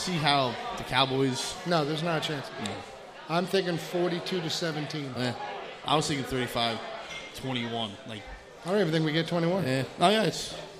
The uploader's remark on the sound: broadcast live from The Greene Turtle in North Wales, PA